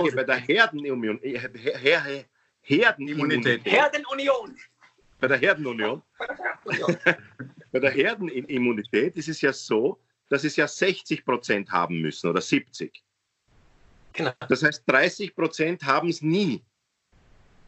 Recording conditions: video call